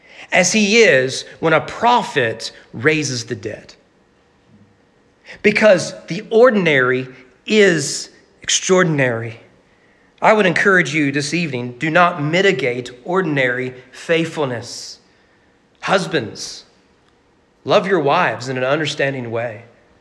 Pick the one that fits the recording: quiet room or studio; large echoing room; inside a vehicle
large echoing room